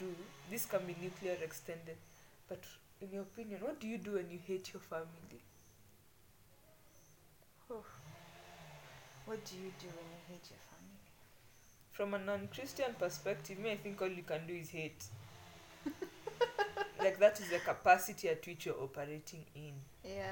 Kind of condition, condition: fault, background noise